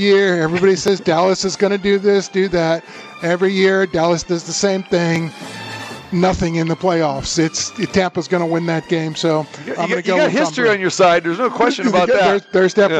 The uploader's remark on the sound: Live from the Superbook at the Westgate Las Vegas